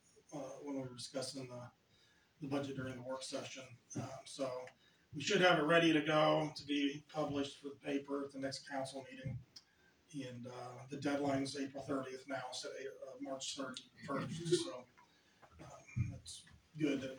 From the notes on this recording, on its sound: AUDIO - March 14, 2023 Sac City Council Meeting